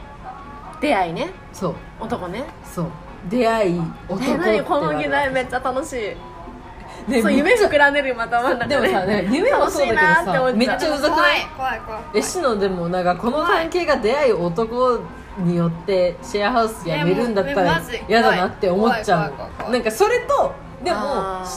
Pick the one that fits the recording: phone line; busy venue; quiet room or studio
busy venue